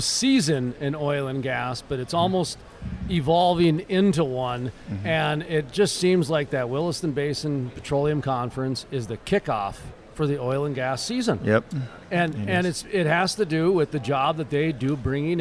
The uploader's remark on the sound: From the Shale Energy Resources Conference and Trade Show at the Horse Shoe Arena and Pavilion in Midland, Texas